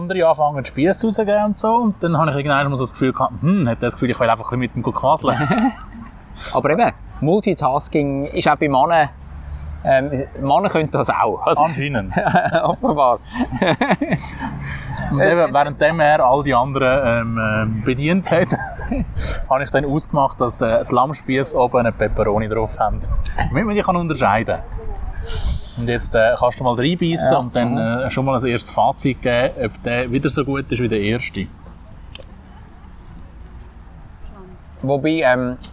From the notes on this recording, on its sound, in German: Live vom Theater Spektakel. Am Theater Spektakel auf der Landiwiese am Zürichsee probiert. In einer Live-Folge.